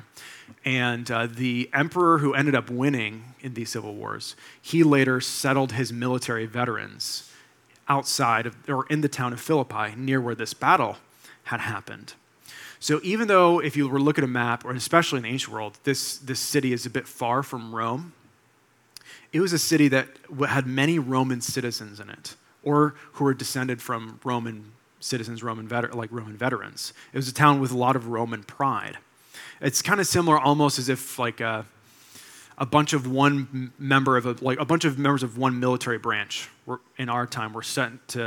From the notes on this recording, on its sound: delivered this sermon for Liberti River Wards’ September 3, 2023, Sunday worship service